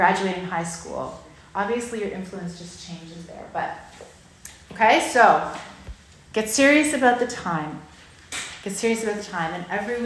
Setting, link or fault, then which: setting, live audience